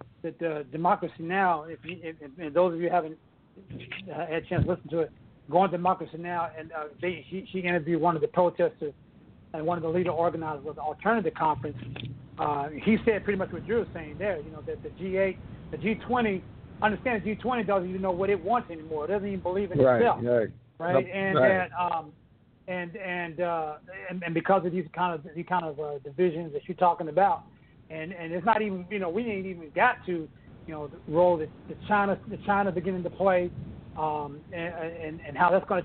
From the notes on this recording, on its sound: Report Live From Socialism2017 Conference In Chicago.